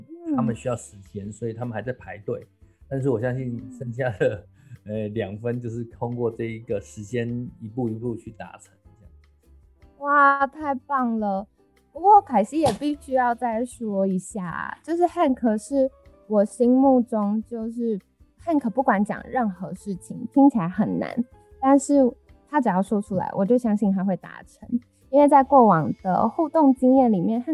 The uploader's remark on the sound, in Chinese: 本集採遠端錄音，音質上可能有些雜音